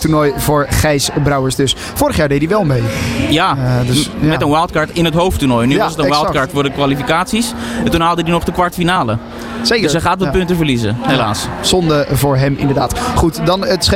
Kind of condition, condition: setting, busy venue